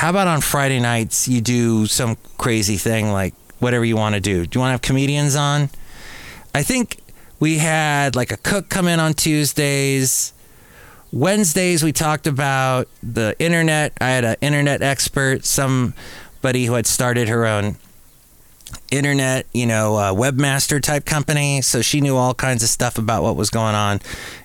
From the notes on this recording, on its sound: podcasts live from Café Anyway